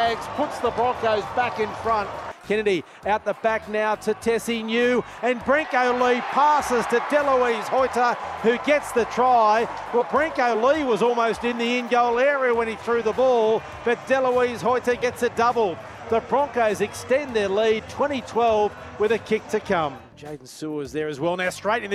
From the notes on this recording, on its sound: live from Suncorp Stadium